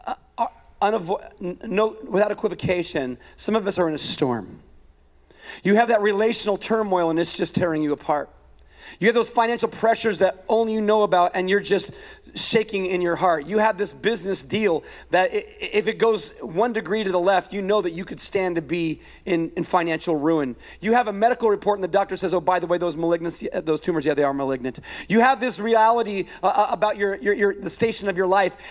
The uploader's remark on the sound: A weekend message at Higher Vision Church